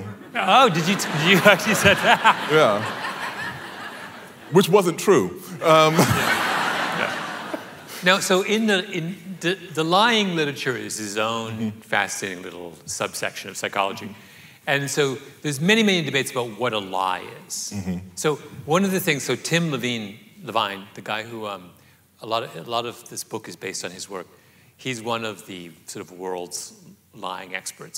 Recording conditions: live audience